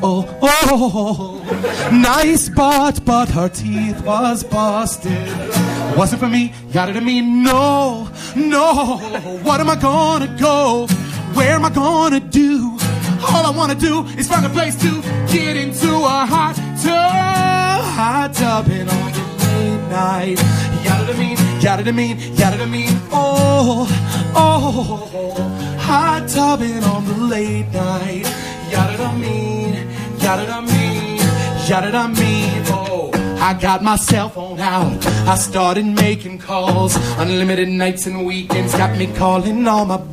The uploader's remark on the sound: Live at MaxFunCon 2012. For a live show at MaxFunCon.